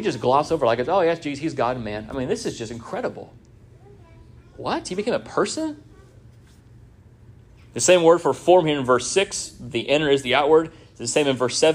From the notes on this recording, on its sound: This sermon was first preached at Union Baptist Church in Orrick, MO